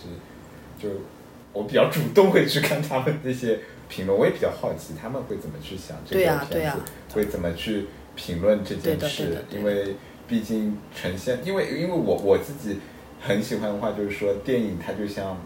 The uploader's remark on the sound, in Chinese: 本期节目收音效果不理想，抱歉，介意慎听。